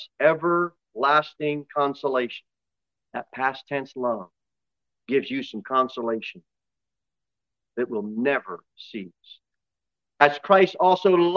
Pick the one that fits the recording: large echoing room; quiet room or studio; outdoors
large echoing room